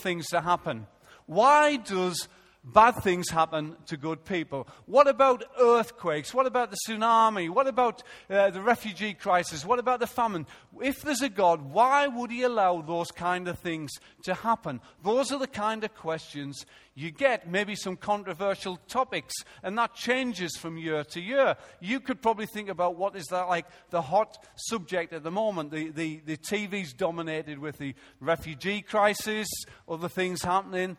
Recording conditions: large echoing room